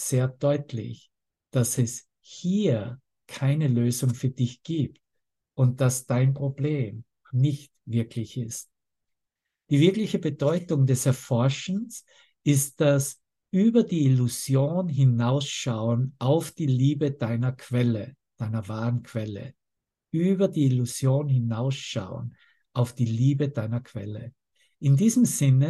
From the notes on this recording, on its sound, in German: Zoom-Session. Veranstaltet von der Aleph Akademie.